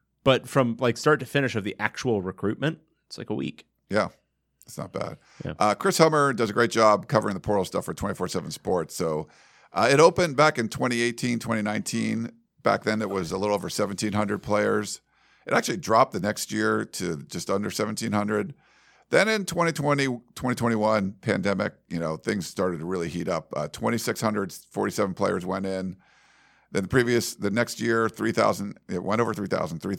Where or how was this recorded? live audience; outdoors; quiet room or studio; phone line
quiet room or studio